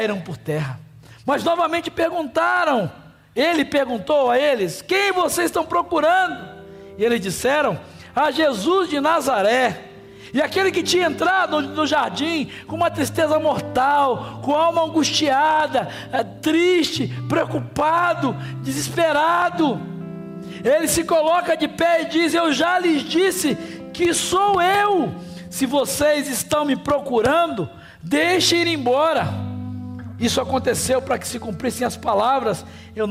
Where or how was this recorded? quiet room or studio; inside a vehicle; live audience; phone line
live audience